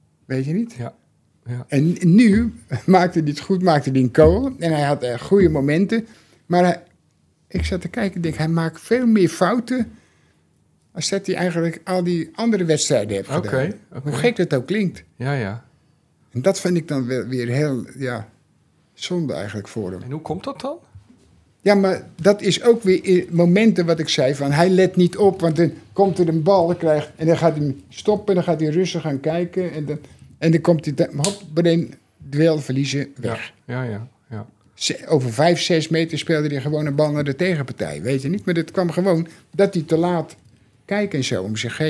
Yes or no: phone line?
no